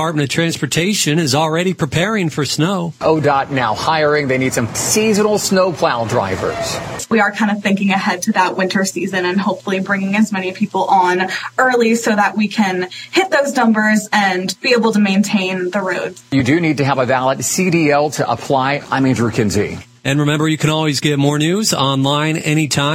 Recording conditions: busy venue